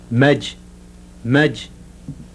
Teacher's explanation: the voiced palato-alveolar affricate at the end of the word for a grinding stone.